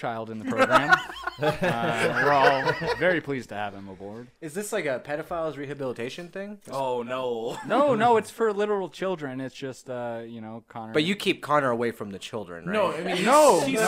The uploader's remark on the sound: endless technical difficulties, echoes and peaking mics